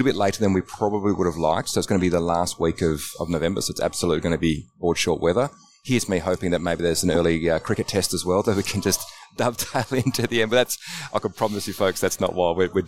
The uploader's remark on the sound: Live from the FAAA Congress 2023.